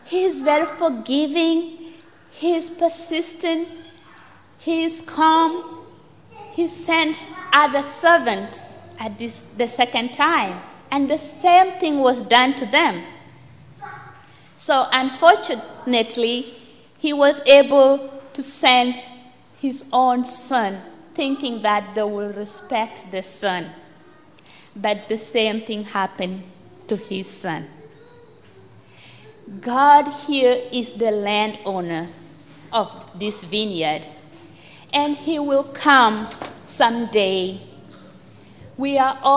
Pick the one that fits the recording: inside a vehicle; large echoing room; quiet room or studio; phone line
large echoing room